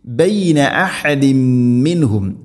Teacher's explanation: തൻവീനിനെ മീമിലേക്ക് കൂട്ടിലേപ്പിച്ച് മണിച്ചുകൊണ്ട് ഉച്ചരിക്കണം